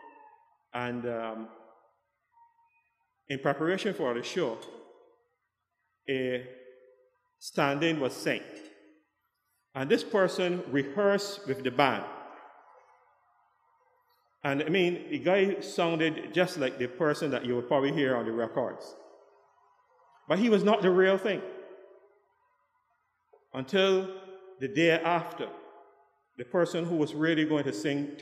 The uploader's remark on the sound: KeepItLoud Crew Live with St. John's Episcopal Church 3rd Sunday in Advent Service